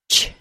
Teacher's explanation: The CH sound is released while keeping the tip of my tongue very close to the tooth ridge and pushing the air through a small opening between the tongue and the tooth ridge.